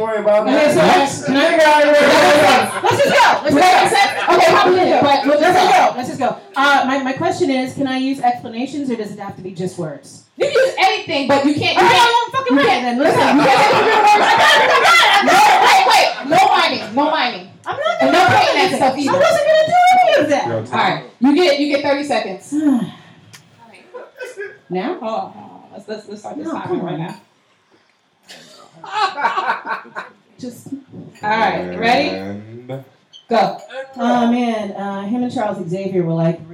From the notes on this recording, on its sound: As we venture to Bergen St Comics to record a LIVE Podcast. A live studio audience!